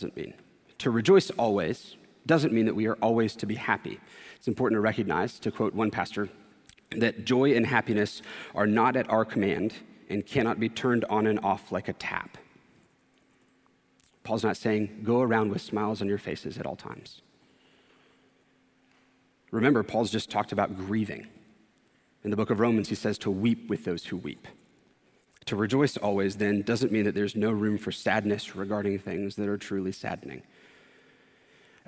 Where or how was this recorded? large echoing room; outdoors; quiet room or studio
large echoing room